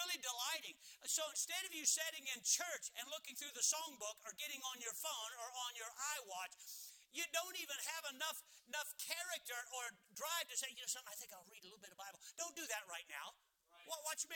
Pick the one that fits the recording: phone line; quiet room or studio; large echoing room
large echoing room